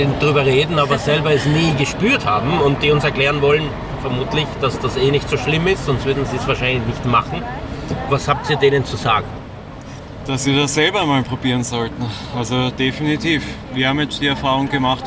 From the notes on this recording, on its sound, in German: Live von der Aktion, um diese Haltungsform zu beenden.